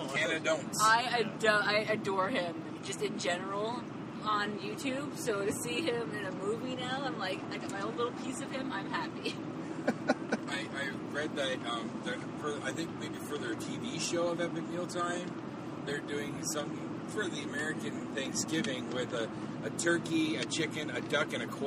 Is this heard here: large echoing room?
no